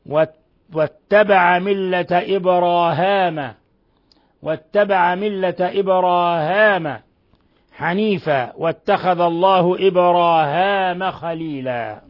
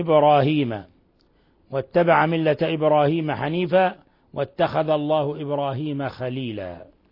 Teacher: وقرأ هشام وحده بفتح الهاء وألف بعدها في الموضعين من لفظ إبراهيم · Shown in: first take